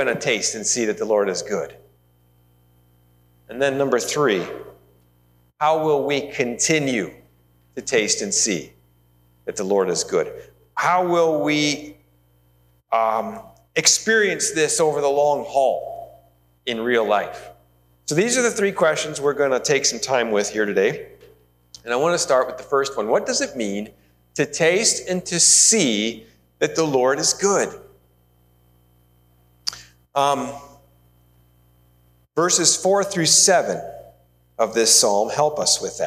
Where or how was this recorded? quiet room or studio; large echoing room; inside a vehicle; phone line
large echoing room